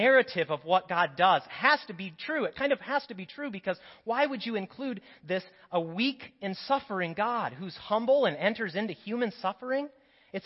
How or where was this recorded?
large echoing room